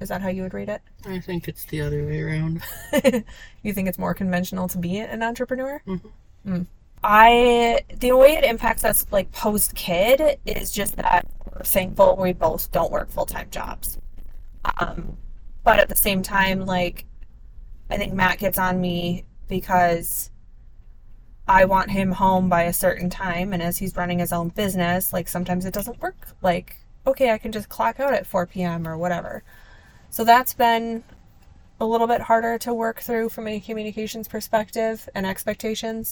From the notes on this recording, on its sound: Conversation on Our Anniversary Trip with My Husband. This audio is from an on the go conversation on their anniversary trip in the car driving through California.